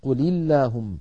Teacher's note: إذن من الله حرك بالفتح، عليكم القتال حرك بالضم لأنها ميم جمع، قل اللهم التقى ساكنان، الساكن الأول اللام الساكنة من فعل الأمر قل مع اللام من اللهم، فحرك الأول بالكسر